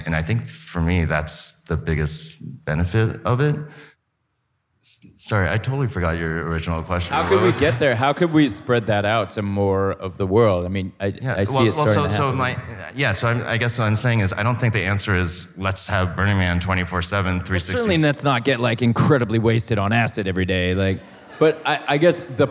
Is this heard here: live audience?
yes